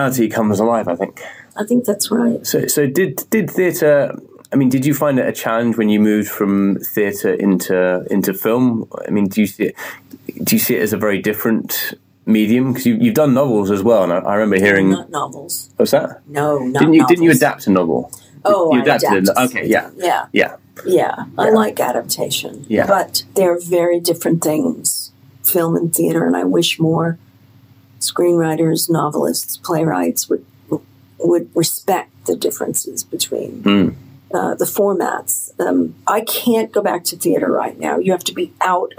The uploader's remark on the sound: we had to record this episode on our phones